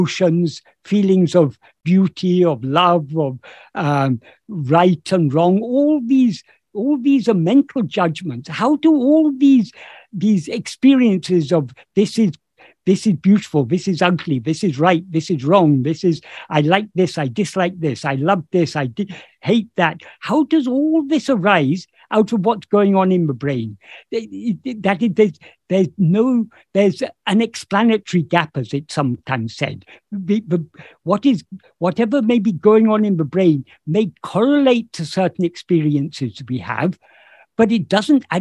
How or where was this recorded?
video call